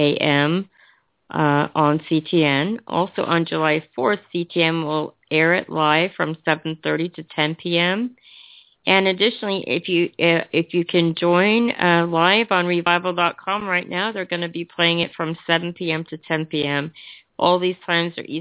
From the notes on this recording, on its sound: Bible Study via conference call